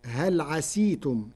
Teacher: قرأ ورش كلمة عسيتم بكسر السين فتصير هل عسيتم، لغة لبعض القبائل.